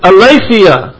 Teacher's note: That first E is a eta, which is a long E, and is pronounced as the A.